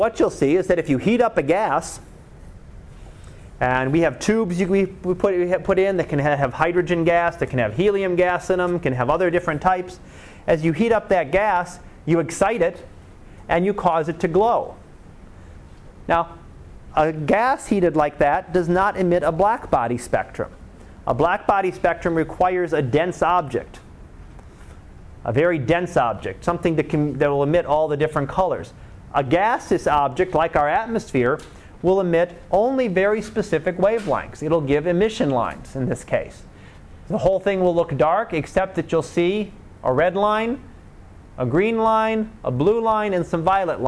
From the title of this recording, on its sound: Live Class Lecture